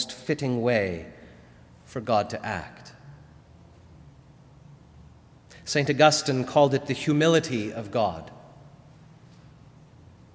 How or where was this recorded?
large echoing room